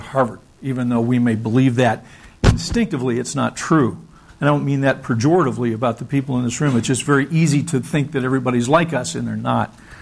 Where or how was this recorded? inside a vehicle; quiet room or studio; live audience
live audience